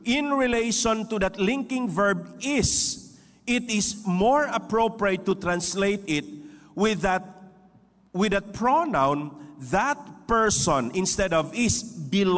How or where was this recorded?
large echoing room